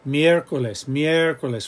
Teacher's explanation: even though they're part of a gliding one sound diphthong, miércoles, miércoles, we're stressing the E.